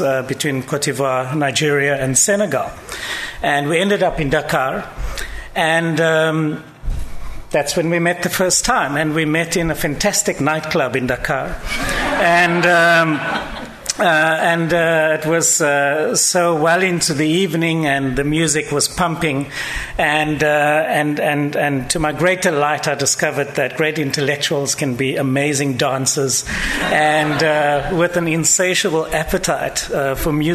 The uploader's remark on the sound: An audio recording of the proceedings of the LSE Cape Town Conference 2014 Africa in the World, The World in Africa